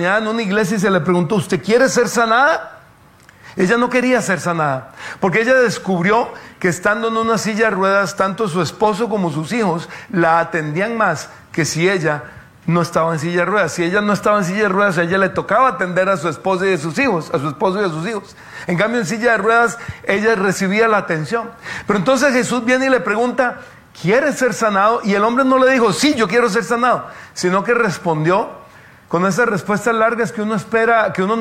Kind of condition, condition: setting, live audience